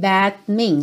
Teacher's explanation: No que eu tô levando minha língua aqui pro céu da boca, that, o meu lábio já tá fechando para fazer o M do means